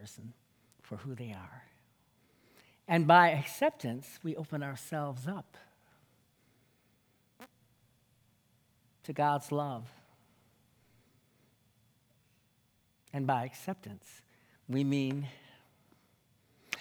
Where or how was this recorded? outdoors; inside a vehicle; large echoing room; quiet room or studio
large echoing room